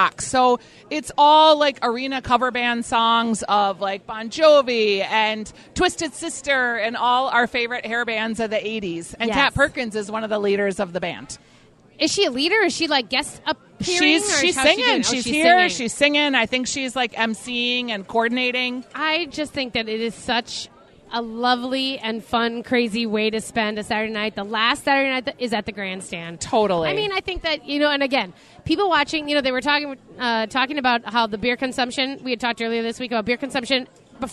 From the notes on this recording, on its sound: A Groom's Dinner at the State Fair? It's Day 10 from the Minnesota State Fair. Live from the Hamline Dining Hall.